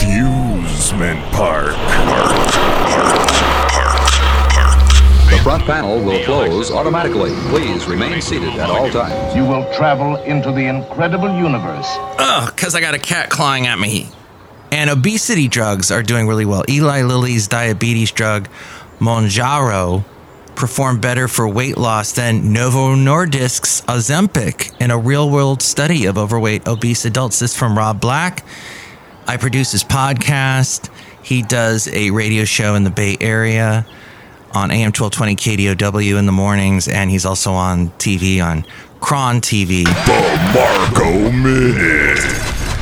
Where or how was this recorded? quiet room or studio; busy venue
busy venue